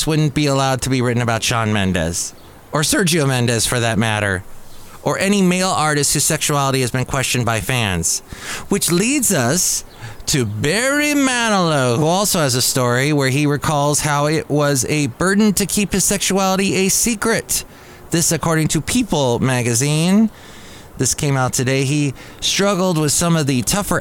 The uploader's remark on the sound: podcasts live from Café Anyway